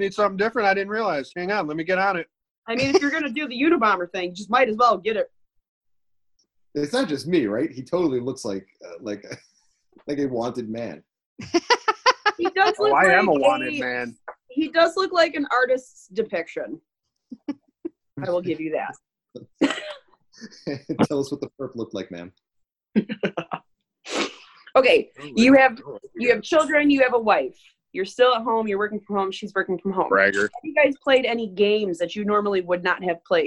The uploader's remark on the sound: You can hear it happen in real-time during our Zoom episode with the guys from JOKR.